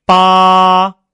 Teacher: 一声的发音是所有四声当中唯一一个没有高低变化的，从头到尾都是保持在最高的五度这个平直上